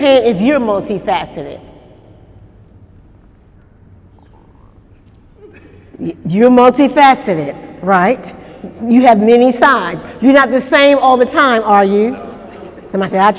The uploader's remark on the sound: During Wednesday night service on October 3, 2018